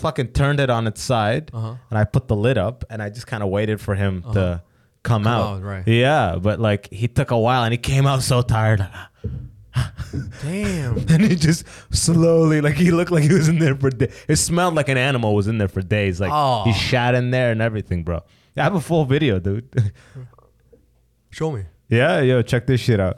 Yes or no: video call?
no